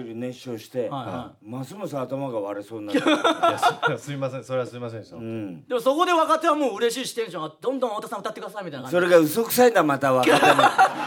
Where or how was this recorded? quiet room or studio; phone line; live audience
live audience